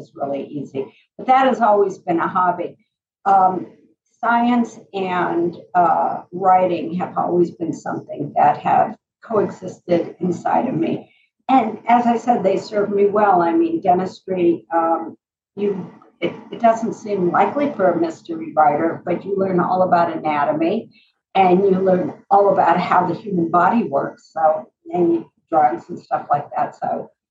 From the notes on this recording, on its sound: today's sound quality will require just an extra bit of patience